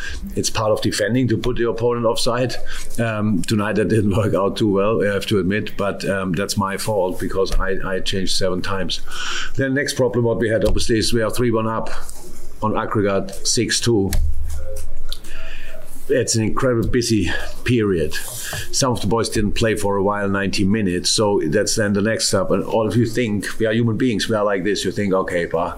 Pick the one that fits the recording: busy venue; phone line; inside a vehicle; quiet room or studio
busy venue